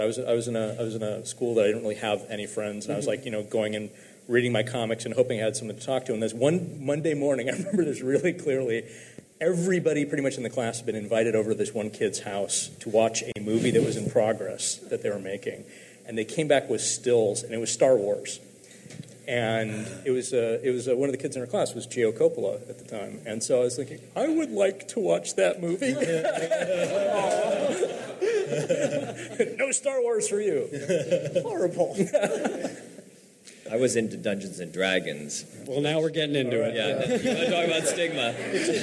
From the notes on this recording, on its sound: Live from San Francisco!